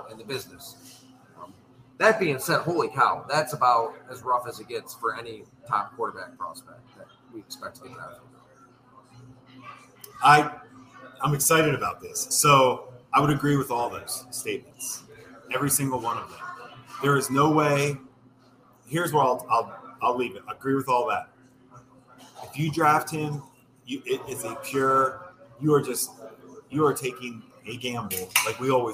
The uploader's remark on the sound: We engage in a hearty debate live at Fattey Beer's Orchard Park location.